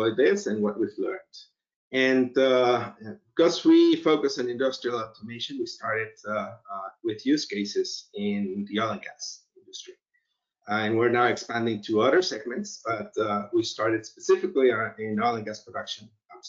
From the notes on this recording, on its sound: Recorded as part of World Summit AI, AI in Action webinar series, 11th June 2020.